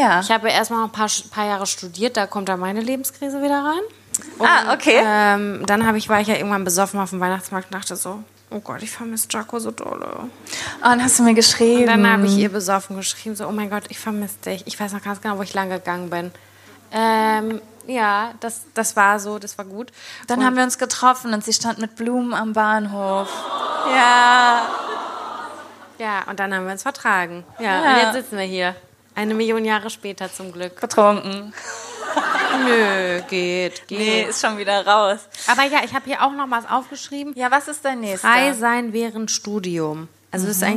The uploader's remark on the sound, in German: LIVE in FFM. Das alles gibts in adeligster Gesellschaft und mit atmosphärischen Lachern aus dem Publikum.